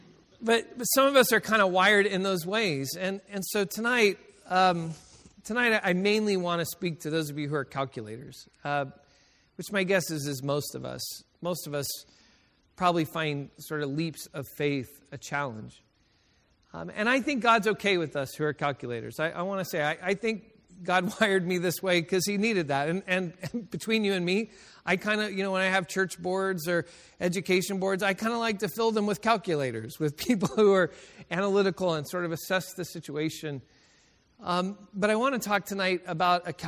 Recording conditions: large echoing room